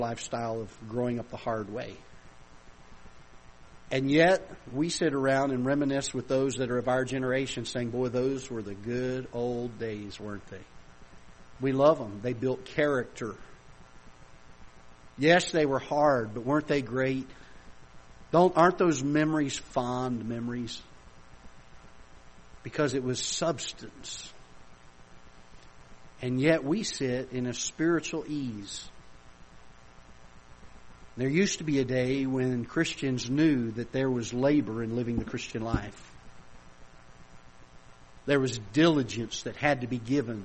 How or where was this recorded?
large echoing room